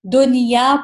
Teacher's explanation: نون ساکن ہے، یا گئی، اسے ہم دنیا پڑھیں گے، اس کو مرج نہیں کریں گے، دنیا نہیں کریں گے بلکہ دنیا.